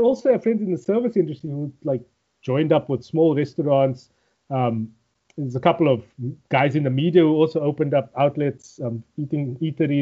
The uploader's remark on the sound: Recorded via Skype